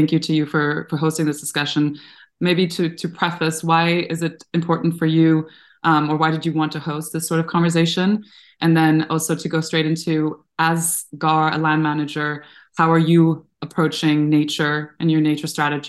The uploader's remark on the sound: Innovation Forum hosted a webinar on nature-positive business approaches in partnership with Golden Agri-Resources. This is an audio recording of the webinar.